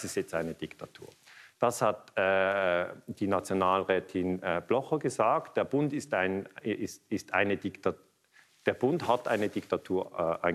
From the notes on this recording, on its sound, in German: Am eco2friendly Day im Kultur- und Kongresszentrum Luzern einen Vortrag zum Thema Erdöl gehalten.